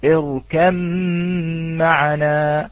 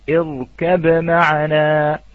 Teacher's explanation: فإذا حكمها عند حفص الإدغام اركم معنا وورش يظهر وإظهاره لابد من القلقلة · Shown in: second take